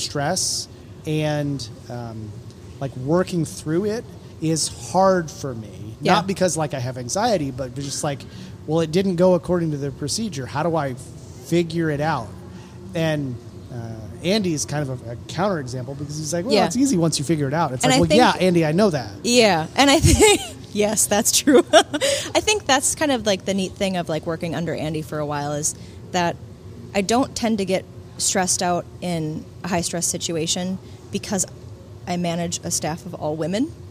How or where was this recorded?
busy venue